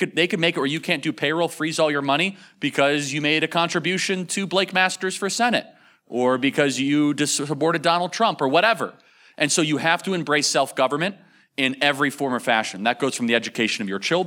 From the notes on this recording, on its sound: In this third and final panel of Sovereign Nations's The Theology of Marxism Conference. Live on stage.